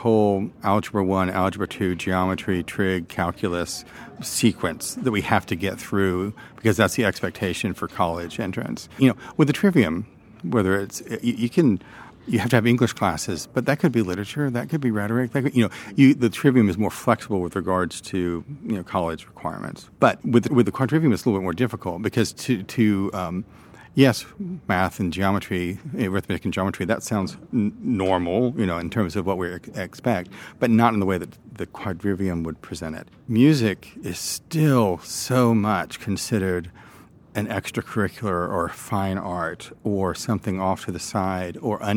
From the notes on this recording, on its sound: This conversation was recorded at CiRCE Institute National Conference in Charleston.